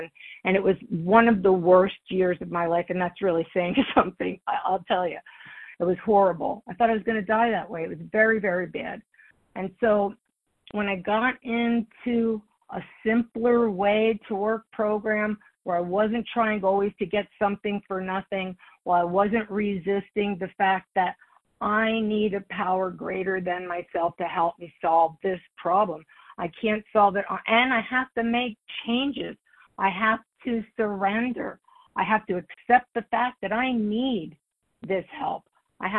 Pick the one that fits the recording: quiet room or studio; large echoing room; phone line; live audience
phone line